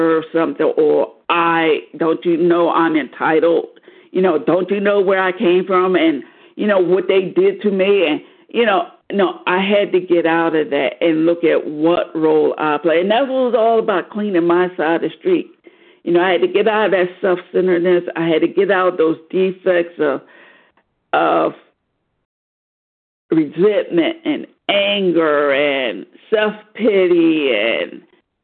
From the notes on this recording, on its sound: 100 Pounders Phone Meeting